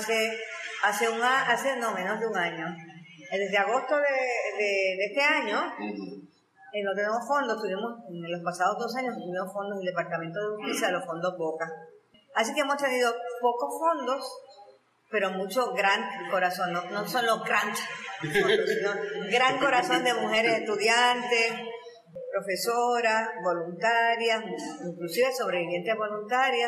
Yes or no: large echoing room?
yes